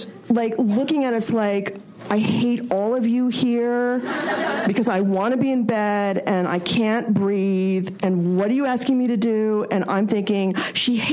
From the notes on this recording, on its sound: From ATX Television Festival. An intimate conversation. Recorded June 5, 2015 at ATX Television Festival.